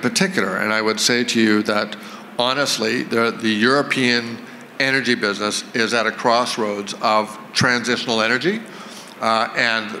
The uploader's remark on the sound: on stage at the VRIC